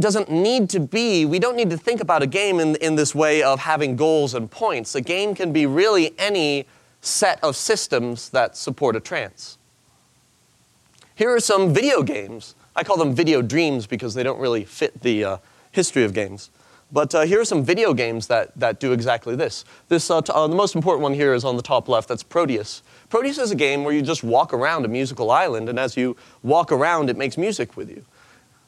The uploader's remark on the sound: In this presentation from the 2014 Buddhist Geeks Conference, he speaks about applying game design to meditation.